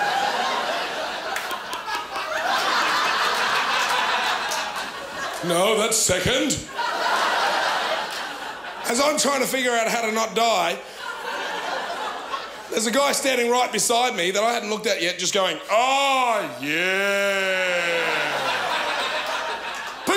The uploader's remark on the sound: ABC2 Comedy Up Late 2014. The best and biggest performances from the 2014 Melbourne International Comedy Festival's late night club on ABC2's Comedy Up Late.